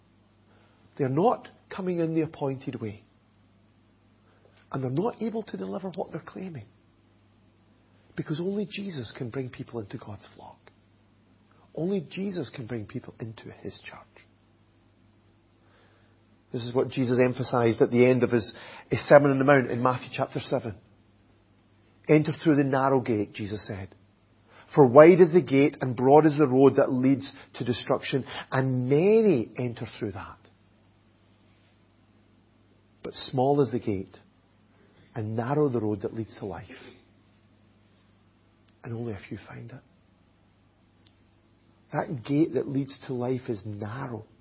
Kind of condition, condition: setting, large echoing room